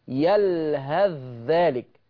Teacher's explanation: يعني إيه أضغم؟ يعني كأن الثاء مش موجودة وأنت داخل في الذال على طول مباشرة. يلهذ ذلك، شفتوا؟ · Term: إدغام الثاء في الذال